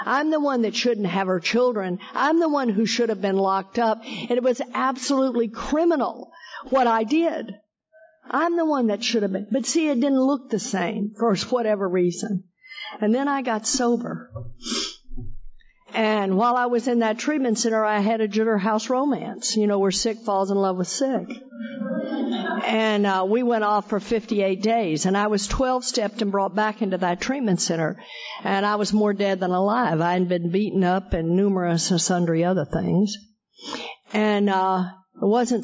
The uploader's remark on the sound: Friends in Recovery Roundup Rally held in Durban South Africa. This event is live and on Zoom.